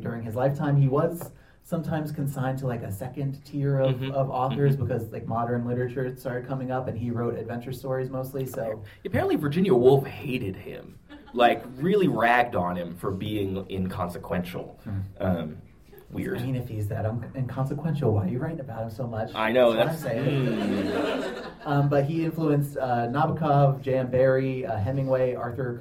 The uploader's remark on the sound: Live in Philly. It's a live show! At our live show at the Free Library of Philadelphia.